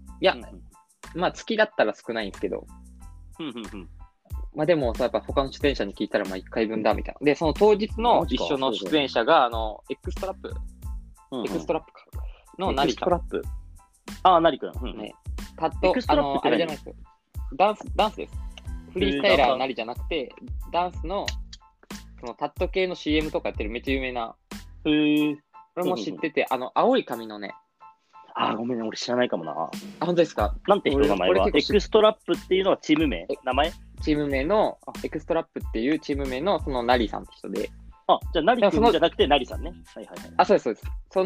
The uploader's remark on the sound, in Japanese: リモート収録